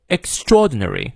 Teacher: extraordinary 那个 ordinary 前面的 r 不念，后面的 r 念啊